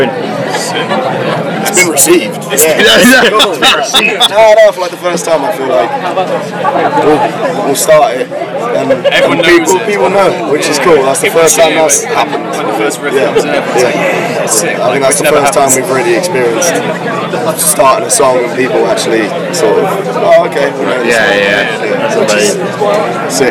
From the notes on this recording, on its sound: From our 'Live from 2000 Trees 2023' series